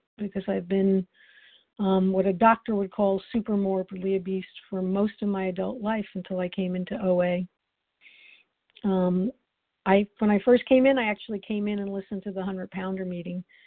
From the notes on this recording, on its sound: the 100 Pounders Phone Meeting